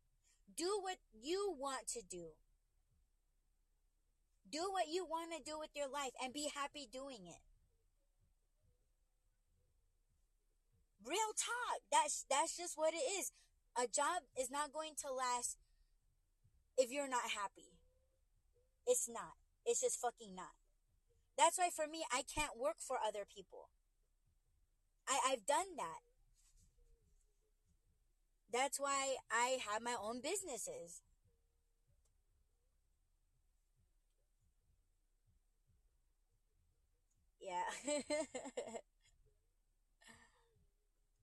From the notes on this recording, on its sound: In My Whip. In this podcast, I'm livestreaming using my phone for the first time. It was hard figuring out when listeners are having a hard time hearing you.